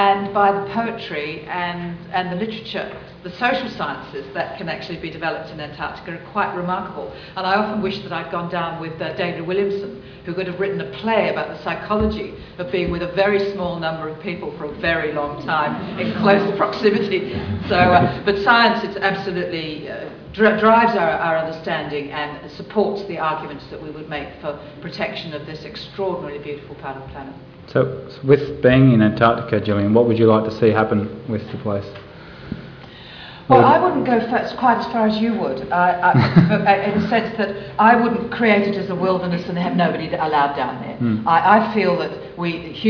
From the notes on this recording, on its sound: THIS LECTURE TOOK PLACE AT THE UNIVERSITY OF SYDNEY 13 SEPTEMBER 2012 AS PART OF THE SYDNEY IDEAS PROGRAM.